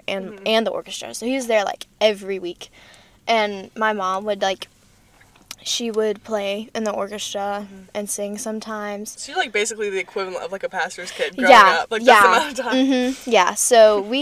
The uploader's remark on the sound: live from a Starbucks parking lot!